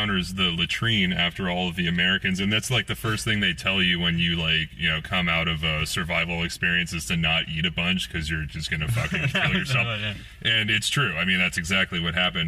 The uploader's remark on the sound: before the Firkin Tavern comedy open mic in SE Portland!